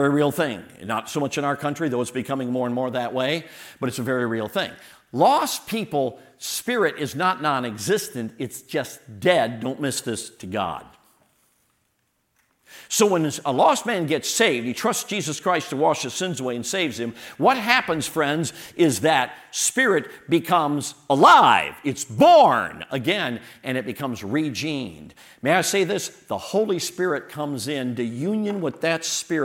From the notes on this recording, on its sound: all of the sermons and workshops delivered at the 2023 Thee Generation Youth Summit at Falls Baptist Church in Menomonee Falls, WI this past October 11-13, 2023